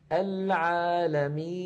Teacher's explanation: النون في آخر العالمين عند الوقف عليها تسكن، فيصير زمنها مساويا لزمن العالمين، ففيها جريان ضئيل للصوت.